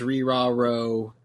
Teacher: And in Japanese, they're what we translate as ri-ra-ro is actually like halfway between an R and an L